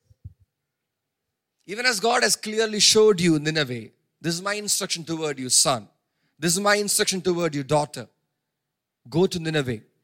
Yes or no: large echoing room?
yes